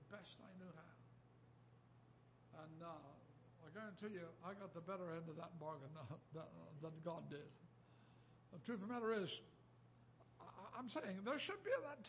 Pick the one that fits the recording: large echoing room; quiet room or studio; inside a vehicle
large echoing room